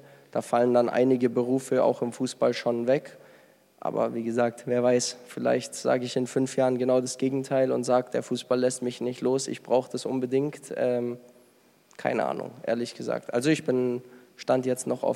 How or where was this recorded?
live audience